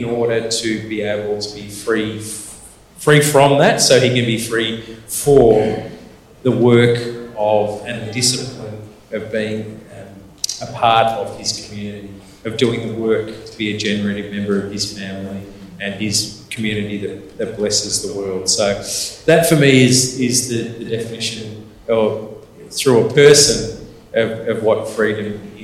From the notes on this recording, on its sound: LIVE from the School of Discipleship 2023. Live, large, and loud. Live from the final day of the 2023 School of Discipleship. To have questions come from other SOD attendees that really expanded the conversation. Recorded live within the SOD2023 community.